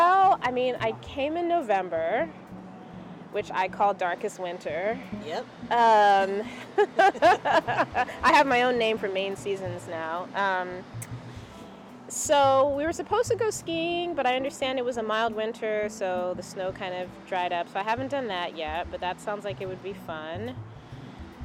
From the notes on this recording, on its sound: conversation recorded at a local Portland, ME brewery